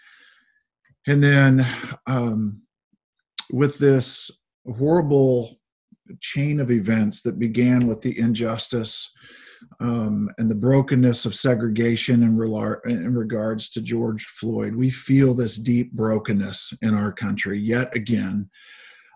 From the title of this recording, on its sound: Zoom Sunday